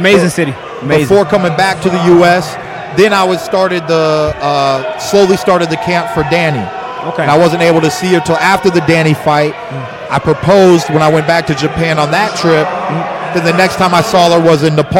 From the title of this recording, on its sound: Live From the Showtime 154lb Championship Triple-header Weigh In!